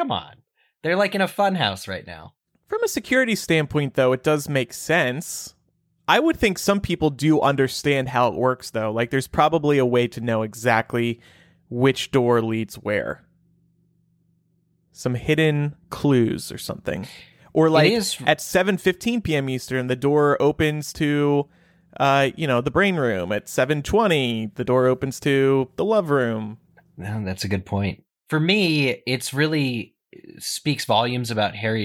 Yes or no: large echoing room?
no